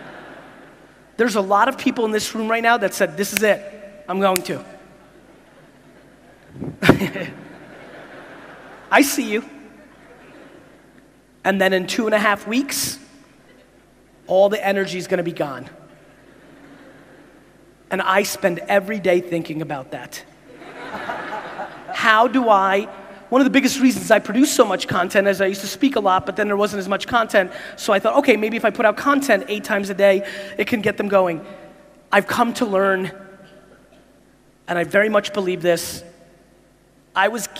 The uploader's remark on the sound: a 7 minute clip from a keynote I did in Jakarta earlier this year